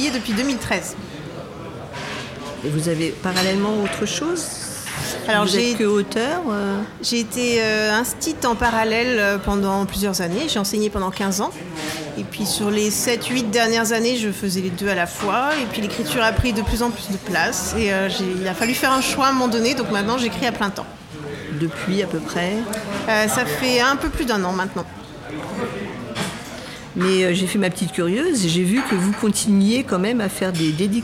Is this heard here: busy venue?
yes